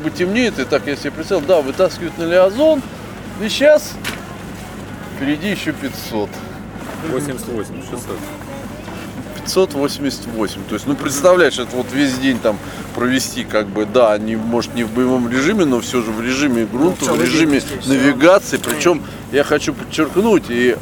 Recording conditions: outdoors